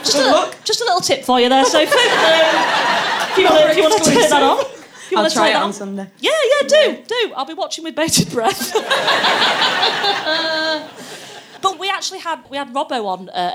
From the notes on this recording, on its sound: on home turf at the Komedia club